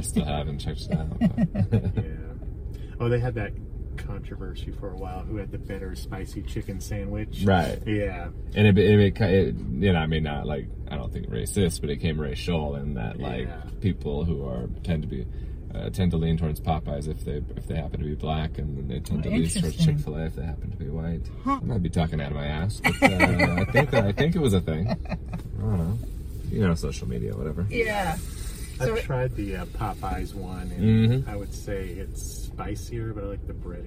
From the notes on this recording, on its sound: Toasted Marshmallow Adventures Podcast (Idaho's Premier Podcast for Comedy & Entertainment) is a local comedy podcast based in Boise! Take it to the streets in this podcast: "UBER FUNNY!". These episodes will be recorded (audio/video) in a pimped out Kia Soul. Cruise the streets of the Treasure Valley.